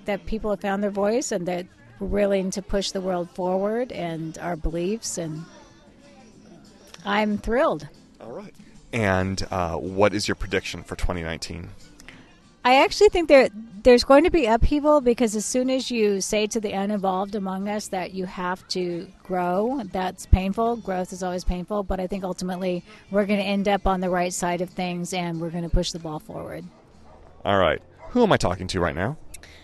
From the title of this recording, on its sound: Live From the Stephanie Miller Show Holiday Party